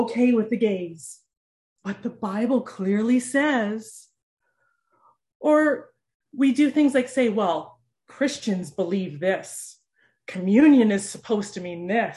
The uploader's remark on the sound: For this summer zoom service